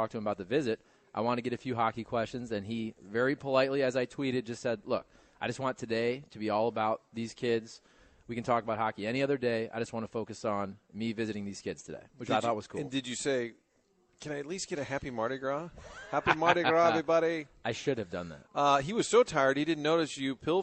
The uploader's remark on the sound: broadcastin live from the Great Grizzly Bear in Soulard